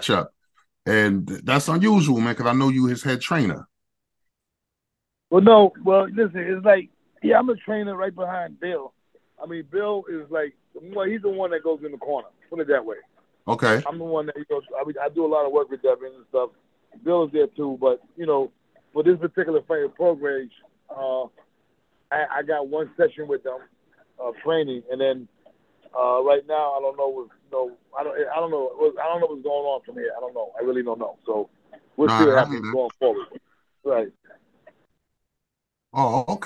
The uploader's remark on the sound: The phone interview was live